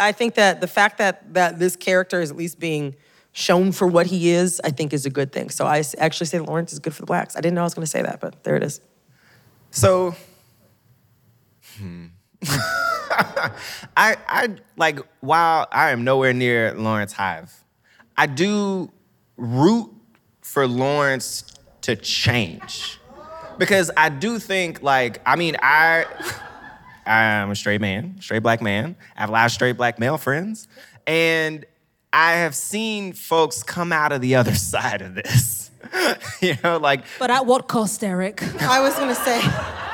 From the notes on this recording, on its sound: Recorded live at the Now Hear This Podcast Festival.